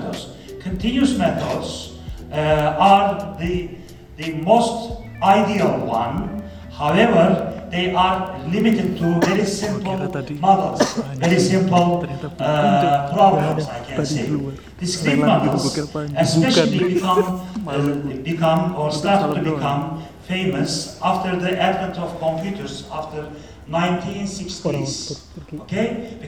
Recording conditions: live audience